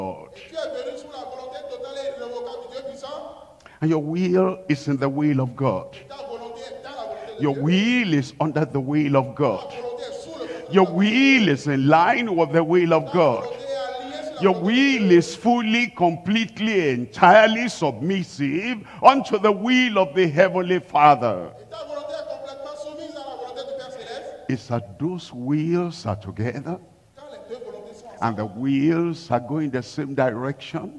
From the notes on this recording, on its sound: live from Lomé, Togo.